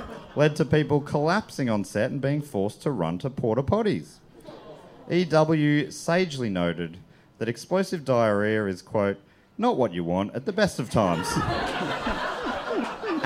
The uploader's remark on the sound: The fourth episode was recorded live in Brisbane at Good Chat Comedy Club.